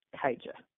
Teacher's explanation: I always say it's silent A, long I, hard J. Kaija. It's really easy to remember once you sort of have that phonetically broken down.